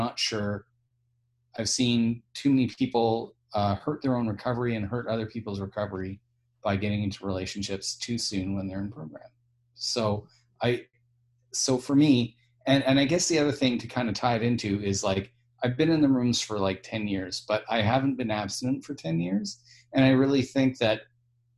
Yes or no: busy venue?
no